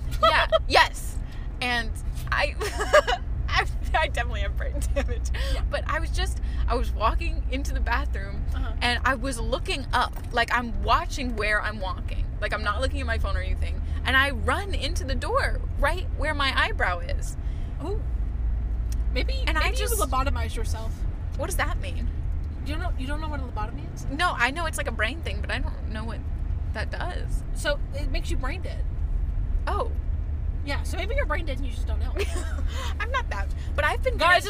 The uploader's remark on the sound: recording in the car!